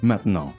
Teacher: when they say it fast, they don't pronounce the T in the middle.